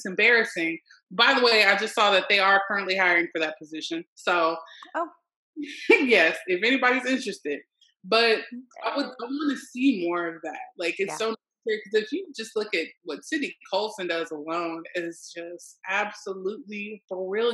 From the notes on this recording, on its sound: on our latest Zoom’d episode